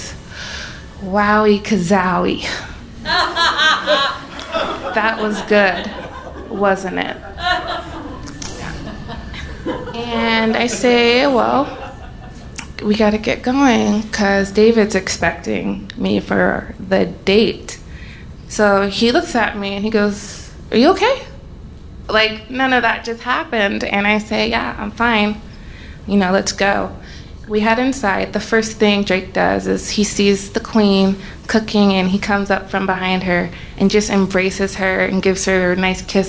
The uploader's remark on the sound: Live From Seattle